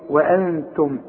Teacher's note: شوف وانتم ازاي كل الحروف مرققة